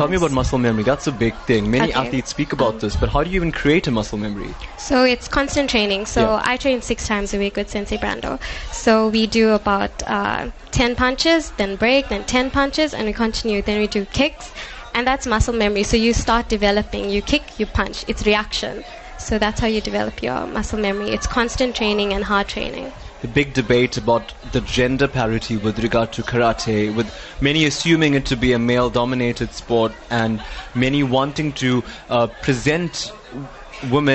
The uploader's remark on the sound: NewsbreaK Talk LIVE from the SA Karate 2017 Nationals. Live broadcast from the 2017 SA Karate Nationals.